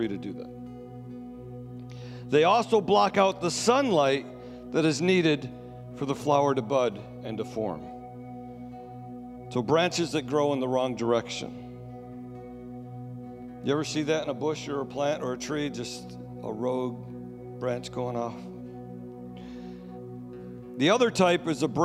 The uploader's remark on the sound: Sunday Service Recording